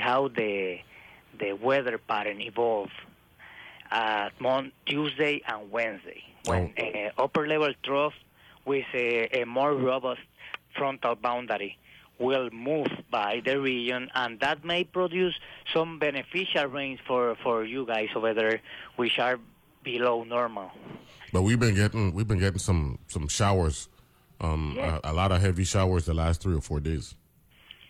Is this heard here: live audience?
no